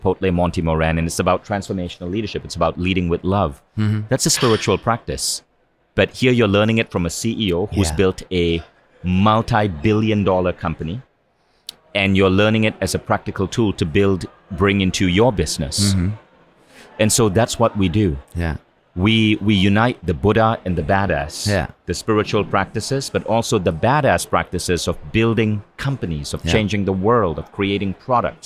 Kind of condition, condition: setting, busy venue